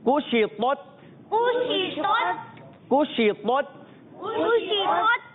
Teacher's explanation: کاف کو باریک رکھنا ہے، پیش ہے، اور شین کی ادائیگی اچھے طریقے سے ادا کریں گے، منہ میں آواز پھیل جائے گی